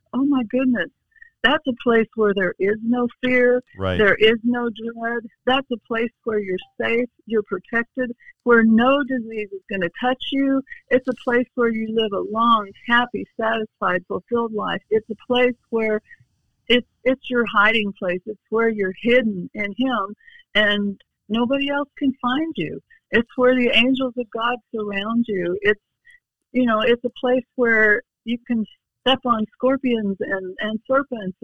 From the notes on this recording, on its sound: we have special guests on by phone